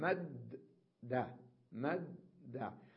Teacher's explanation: والأحرف عندما تضعف تكون يكون الحرف الأول ساكن والثاني متحرك، نضغمهما مع بعض، مثل مد دا مد دا، الدال الأولى ساكنة والثانية متحركة، نضغمها نقول مد بالتشديد